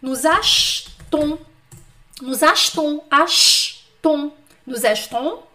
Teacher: a sílaba tônica tá lá no final